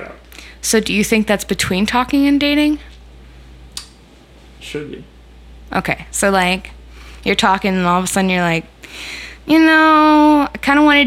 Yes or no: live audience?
no